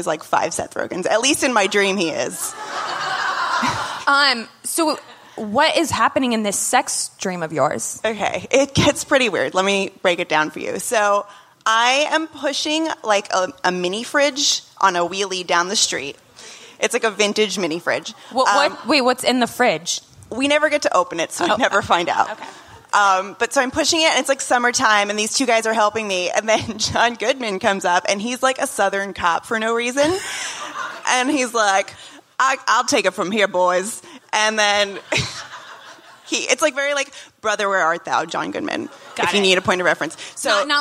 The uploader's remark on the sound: Live from SXSW